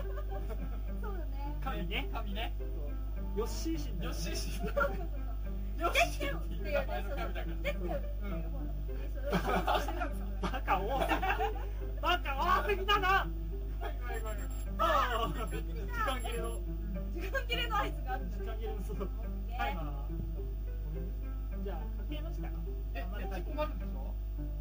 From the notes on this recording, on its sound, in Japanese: ノイズやらなんやら、クオリティが1回目より落ちてます。